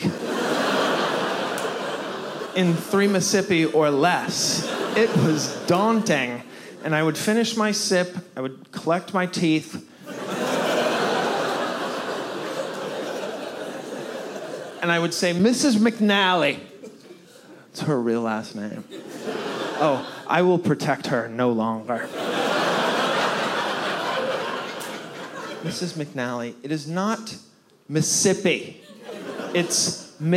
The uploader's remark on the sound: Taped in front of a live audience at Roulette Intermedium in Brooklyn, NY